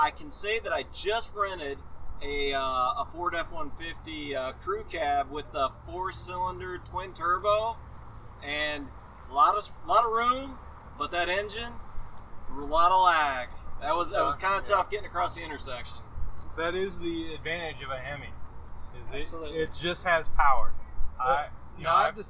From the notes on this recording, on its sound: We are live at the Bommarito 500